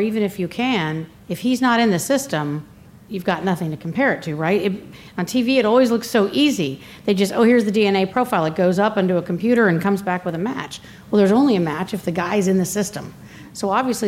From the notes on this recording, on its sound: Live from CrimeCon